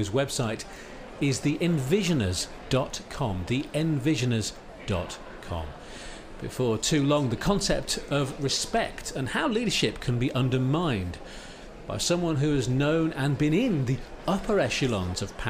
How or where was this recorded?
busy venue